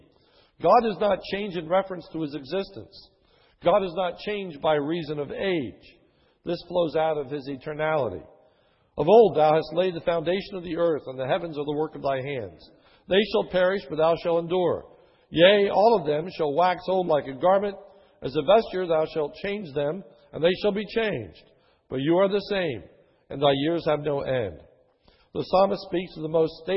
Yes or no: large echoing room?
yes